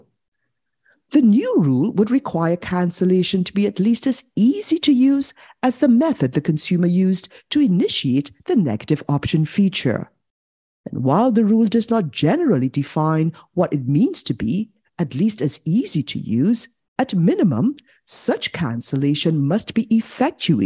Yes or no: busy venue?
no